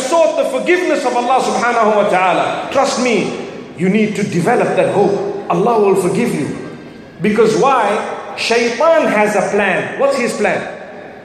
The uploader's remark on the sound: From the Light Upon Light Conference in Birmingham.